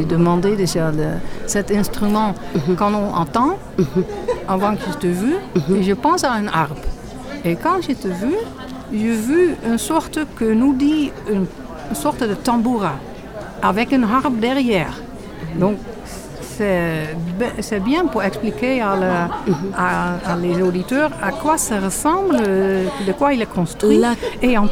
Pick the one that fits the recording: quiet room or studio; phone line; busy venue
busy venue